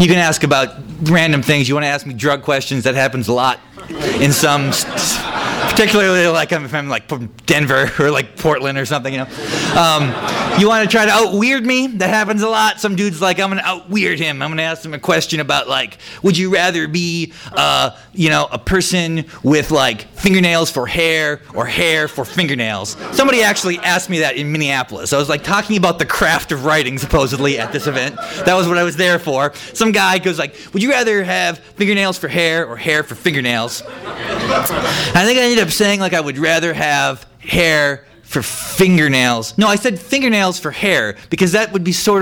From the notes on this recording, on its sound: THIS EVENT WAS RECORDED LIVE AT SKYLIGHT BOOKS.